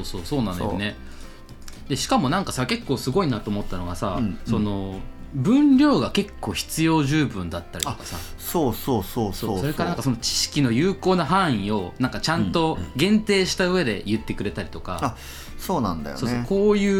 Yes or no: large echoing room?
no